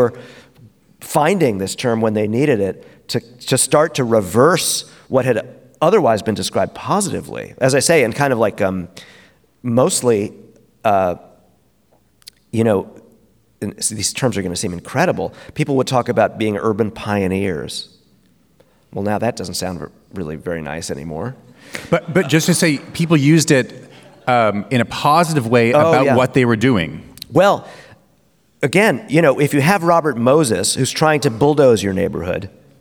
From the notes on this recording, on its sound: In front of an audience at the 2023 Portland Book Festival.